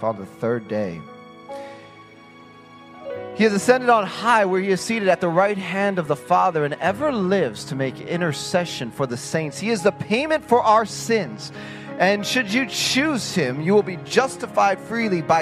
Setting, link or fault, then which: setting, large echoing room